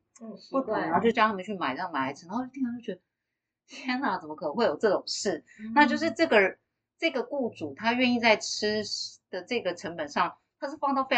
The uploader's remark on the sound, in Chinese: 內湖分館市民生活講座。本集錄音音質仍在持續調整中，如有瑕疵請大家多多包涵。